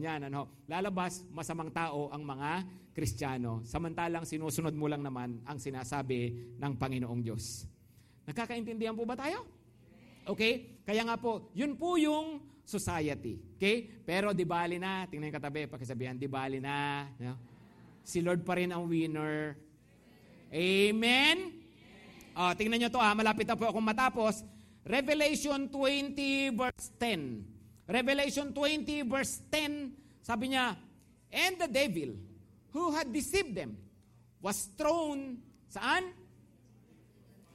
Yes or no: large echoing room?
yes